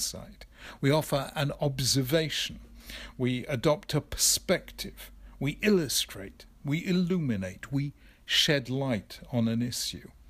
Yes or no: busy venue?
no